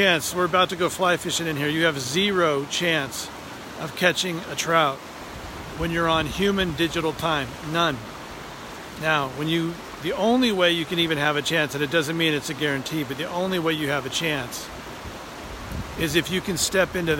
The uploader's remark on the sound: Today I take you on location with me as my boys and I prepare to go fly fishing up a local canyon.